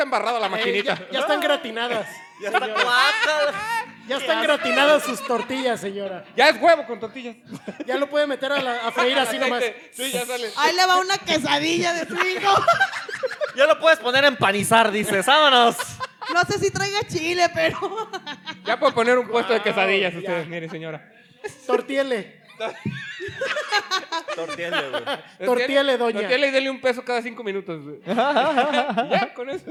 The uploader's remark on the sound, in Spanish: podcast grabado en vivo